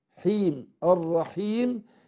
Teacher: يبقى الياء مديه، الياء ساكنه وما قبلها مكسور · Term: عارض للسكون